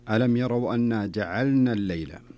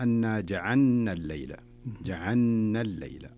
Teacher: والصحيح أن اللام هنا والنون كل حرف ينطق لوحده · Shown in: first take